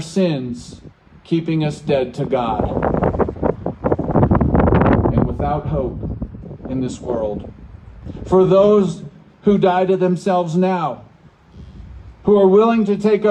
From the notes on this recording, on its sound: Waypoint Drive-in Christian Church. Sorry about the wind.